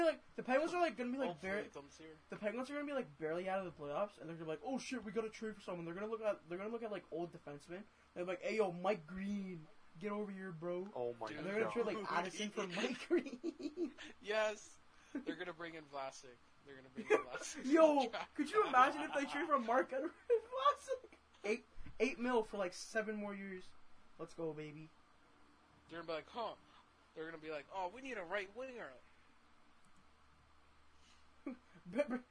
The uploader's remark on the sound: We also apologize for any audio issues that occurred during recording